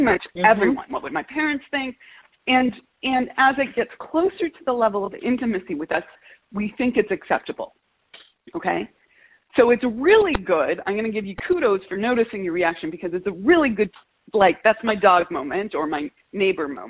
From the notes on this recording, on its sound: Listen to this call with my client. All of these coaching calls have been recorded with permission, and the sound quality may vary.